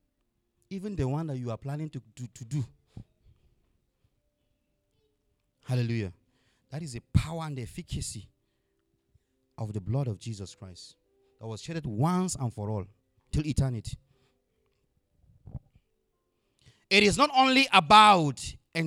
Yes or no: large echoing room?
yes